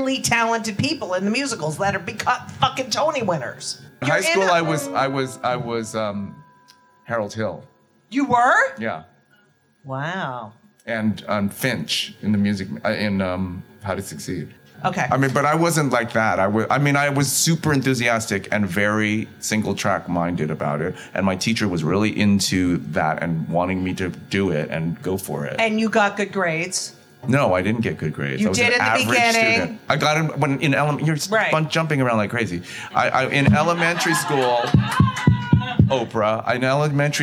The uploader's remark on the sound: LIVE from Club Cumming ! LIVE from Club Cumming !